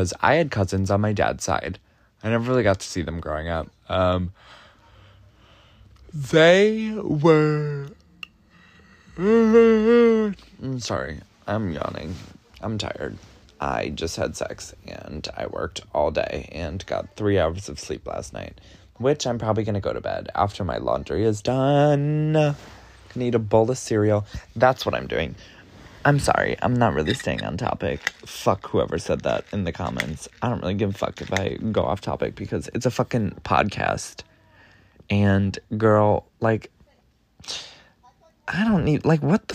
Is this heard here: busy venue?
no